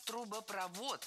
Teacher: Не трубопровод, а трубопровод. В сложных словах со второй частью «провод» ударение падает на последний слог. И ориентироваться здесь можно на глагол «проводит».